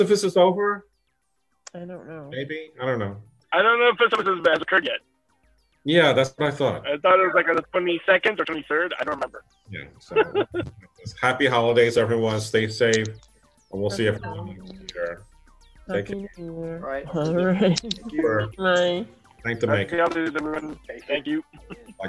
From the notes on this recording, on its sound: This recording was from a virtual library event we did back in December 2020.